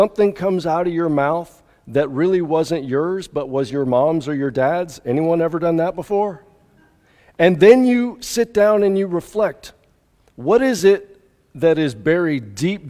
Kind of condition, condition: setting, large echoing room